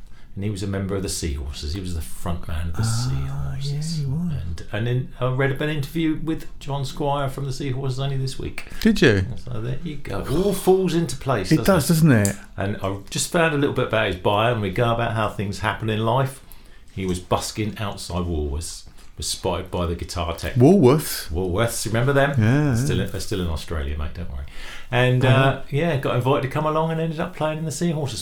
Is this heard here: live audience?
no